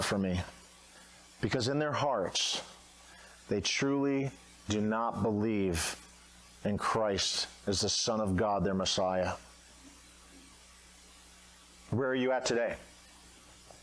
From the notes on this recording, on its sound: at Redeemer Baptist Church at Romeo in Dunnellon, Florida